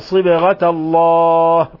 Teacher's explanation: قلقلنا الباء لأنها ساكنة